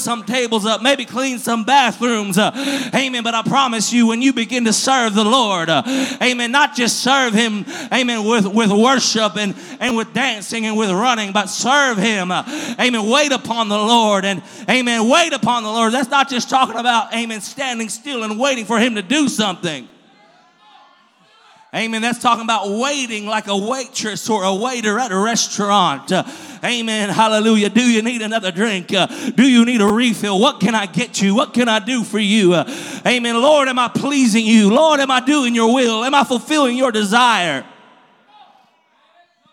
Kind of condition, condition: setting, large echoing room